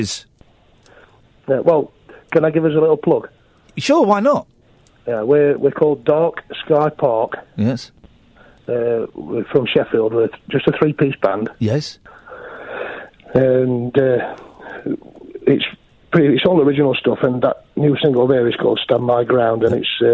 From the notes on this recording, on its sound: joined on the phone